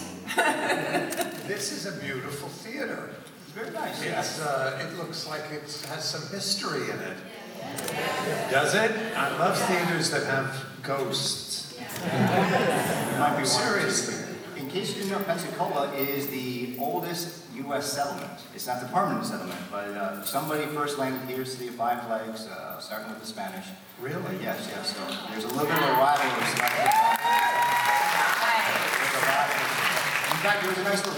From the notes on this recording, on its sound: Live at Pensacon 2017.